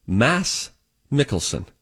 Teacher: The D, his first name spelled M A D S, the D in his first name is actually silent. So Mads Mikkelsen should actually be pronounced Mass Mikkelsen.